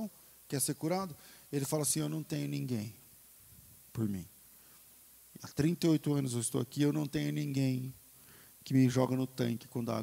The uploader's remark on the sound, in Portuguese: Culto ao vivo